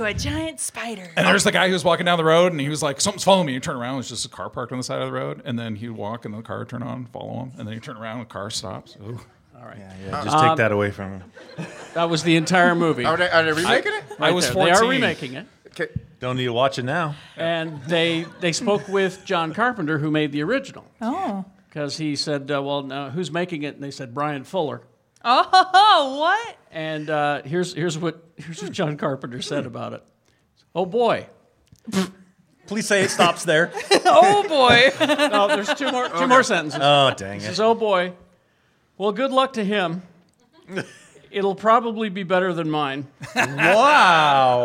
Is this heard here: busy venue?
yes